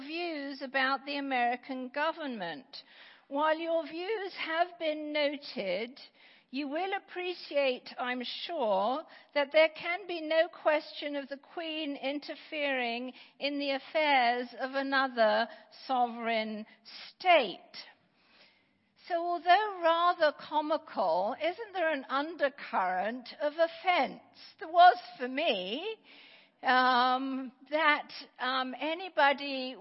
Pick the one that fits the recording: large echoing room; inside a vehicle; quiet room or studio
large echoing room